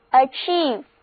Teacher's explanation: 重音放在第二个音节上，IE 字母组合发长音 E